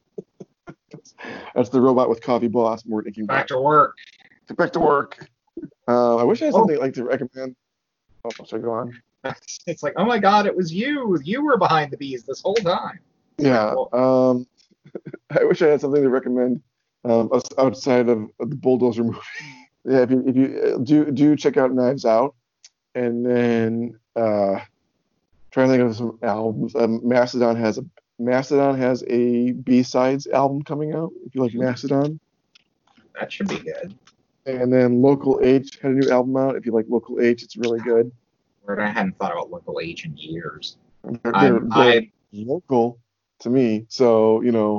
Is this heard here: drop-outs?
yes